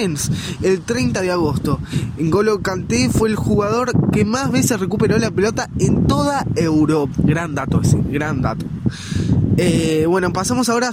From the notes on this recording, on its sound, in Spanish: Esta vez desde Villa Argentina, casi en la playa (disculpen el ruido del viento y disfruten el de las olas)